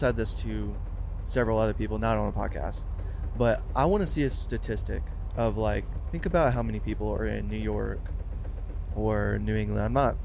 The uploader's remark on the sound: PODCAST IN THE BUS